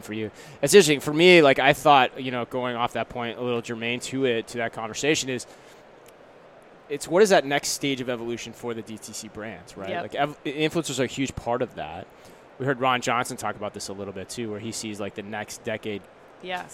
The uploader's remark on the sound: NRF 2020 Live Recap from the Javits Center, NYC.